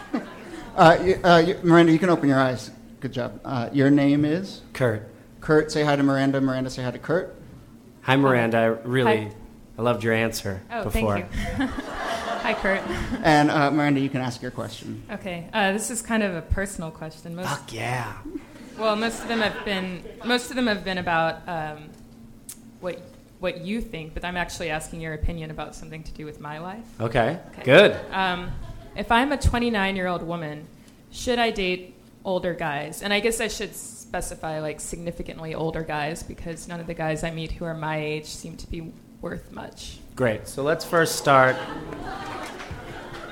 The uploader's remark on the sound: Ask Roulette is a conversation series in which strangers ask each other questions on stage. This excerpt is from our February event at Housing Works Bookstore in New York City.